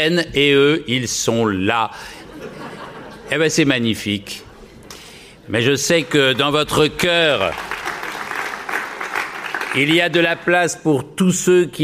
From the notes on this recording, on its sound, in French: en direct du Musée D’Orsay